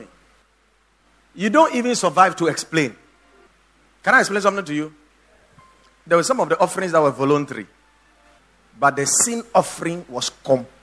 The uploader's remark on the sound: Preached at the Watered Garden Church